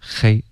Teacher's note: 首先中文的这个 H 的音的发音呢，它标准的发音啊、是一种摩擦音